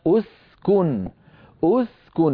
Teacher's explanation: ضموا الهمزة لأن الكاف مضمومة أسكن، فالكاف مضمومة وهي الحرف الثالث، فضموا همزة الوصل عند الذي بها.